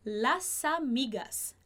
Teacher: conectam o S com uma vogal e que em português a gente naturalmente transformaria esse som para Z, mas no espanhol isso não vai acontecer.